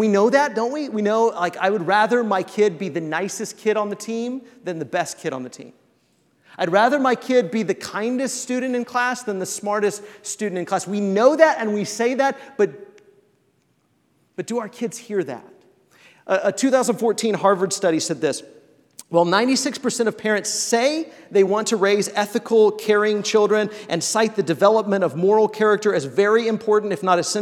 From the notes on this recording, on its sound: This episode of the Fam Lab is an excerpt from The Road Family Conference 2019 at The church of Christ on McDermott Road.